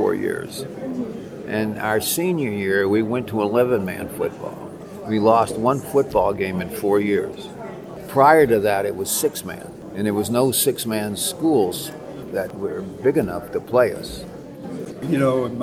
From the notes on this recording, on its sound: Interviews were recorded at Housatonic Valley Regional High School’s 2017 Oral History Festival.